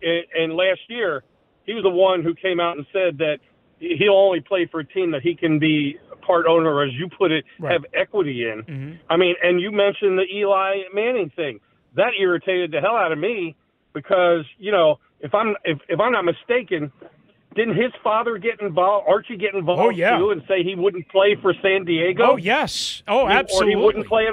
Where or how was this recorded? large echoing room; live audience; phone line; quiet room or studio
phone line